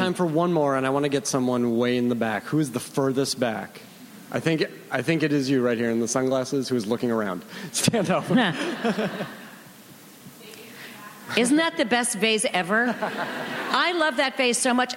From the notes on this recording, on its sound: Recorded June 5, 2015 at ATX Television Festival.